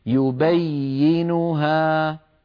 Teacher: المهم أن لا ينقطع صوت الياء، لأن الياء حرف رخو يمتد الصوت به